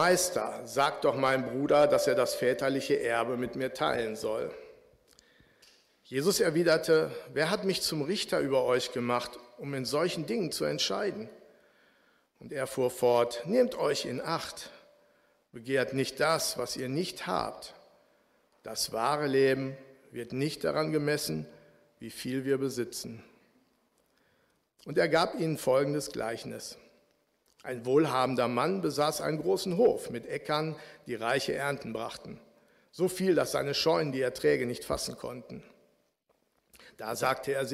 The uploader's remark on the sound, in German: Aufzeichnung der Predigt des Gottesdienstes